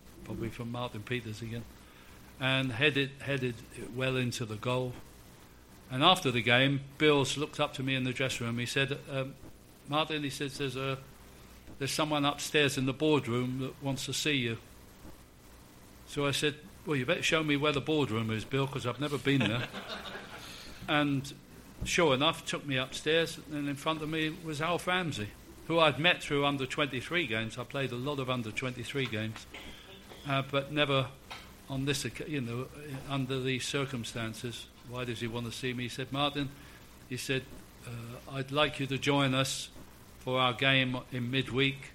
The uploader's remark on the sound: SpursShowLIVE. Exclusive live podcast for Spurs Show Season Ticket holders. We recorded three podcasts on the night (not bad value for a fiver a seat!).